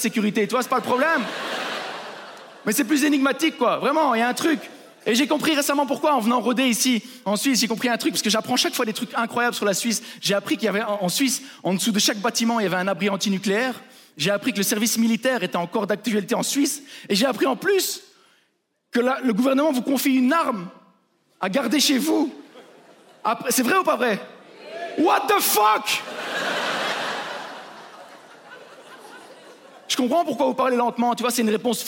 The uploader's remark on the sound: Trop de palaces en Suisse (Montreux Comedy Festival 2023).